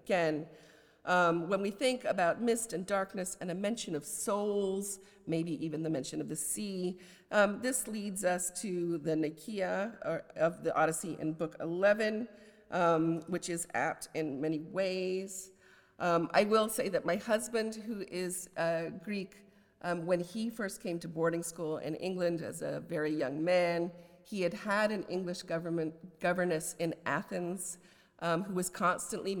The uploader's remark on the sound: a lecture as the Oxford Professor of Poetry on 15 February 2024